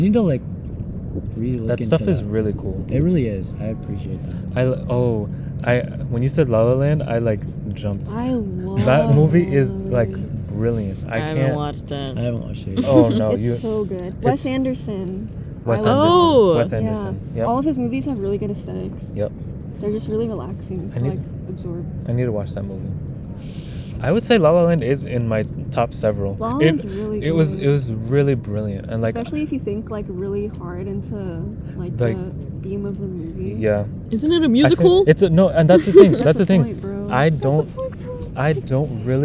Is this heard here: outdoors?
yes